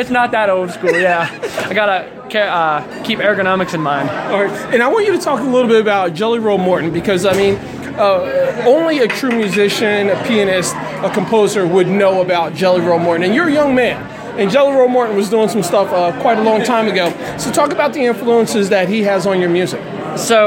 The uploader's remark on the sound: On location for the 2017 Lancaster Roots & Blues Festival. At the Excelsior in Lancaster PA.